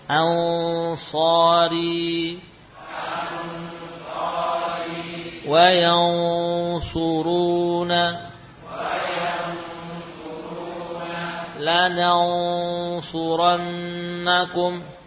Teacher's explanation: Ikhfa nun sukun pada huruf-huruf tebal, qaf, sad, dha, ta, dha, maka gunanya ikut tebal.